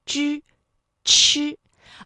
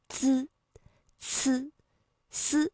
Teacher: 如果是滋呢，舌尖抵的是上齿背的位置 · Shown in: second take